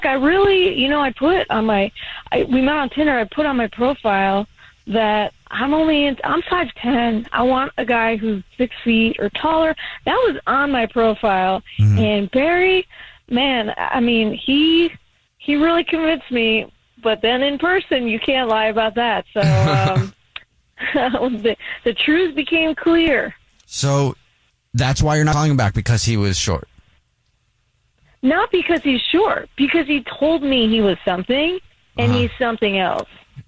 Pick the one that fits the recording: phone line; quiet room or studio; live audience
phone line